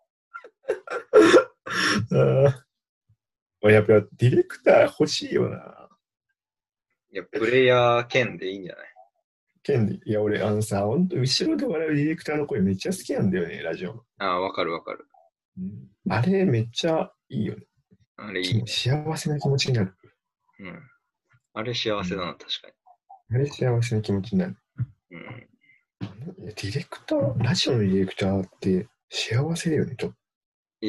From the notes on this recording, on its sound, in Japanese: リモート録音なので音質はそこまでよくありません。